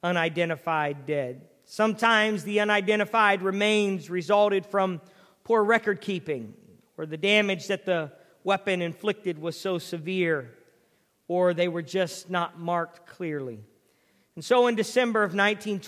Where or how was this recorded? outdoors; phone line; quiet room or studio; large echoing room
large echoing room